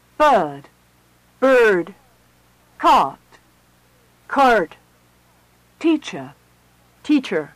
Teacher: In General American, where there's an R in the spelling, it's always pronounced.